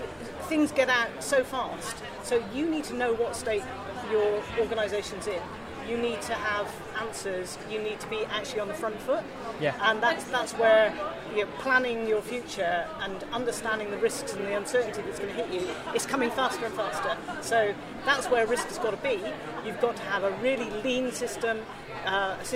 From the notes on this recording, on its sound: Live from the optimise stall at Project Controls Expo UK.